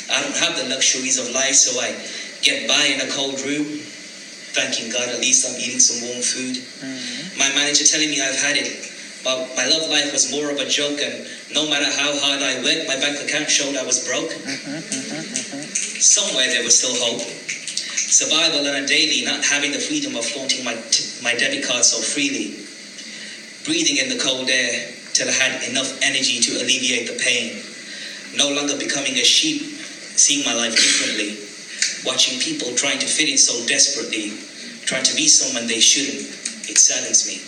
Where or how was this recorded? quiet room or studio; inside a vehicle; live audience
live audience